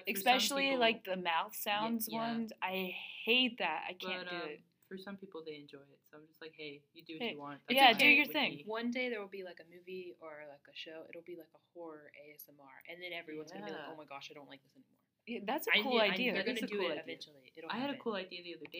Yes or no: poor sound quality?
yes